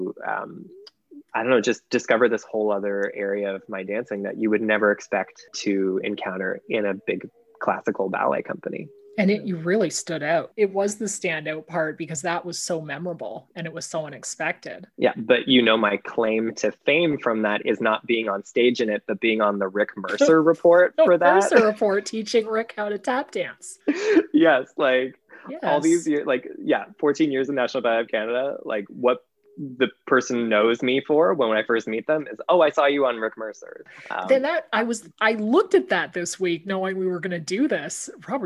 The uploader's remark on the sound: This week, we’re in The Zoom Green Room